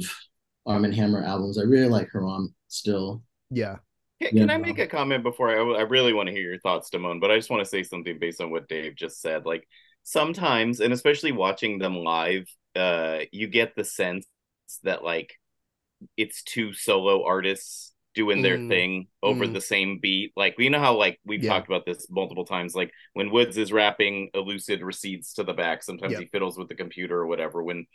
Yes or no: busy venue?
no